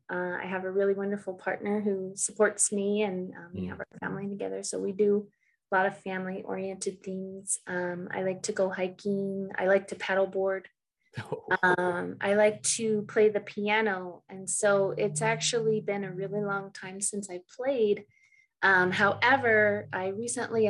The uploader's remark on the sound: Recorded 10.20.2021 from Raleigh, NC & Colorado Springs, CO on Zoom